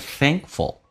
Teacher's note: Thankful 这个单词有可能跟你以前想的发音不一样，会影响你的听力。比如说那个梅花音 a 发成 A 这个发音，在美式发音，在美式发音当中，当 A 碰到一个长鼻音， A 会变成 A，所以变成 thing，而且那个 k 是不发音的。在美式发音，两个辅音在一起，只用发后面一个，变成 thankful。 F-U-L 通常那个音标是 F 加个 A 再加个 L，但 A 跟 L 在一起，一般 A 会被 L 吸收，这是一个规则，就变成直接发成 F-L，叫 full。Thankful， Thankful 跟我们以前发的是 thankful 有一点区别， thankful 变成 thankful，那是两个单词。